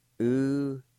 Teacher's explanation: And in this word, right in front of W, there'll be a faint H sound